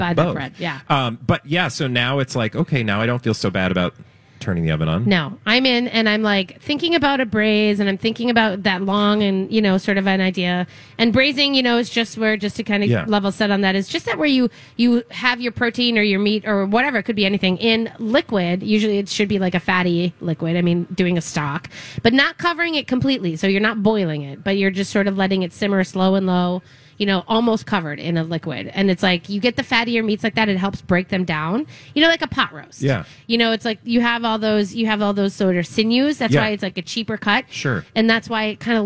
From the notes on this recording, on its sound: LIVE at the Fair!